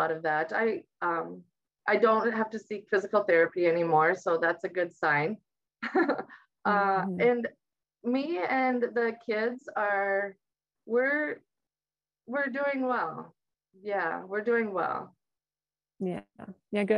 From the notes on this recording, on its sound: Recorded live on Zoom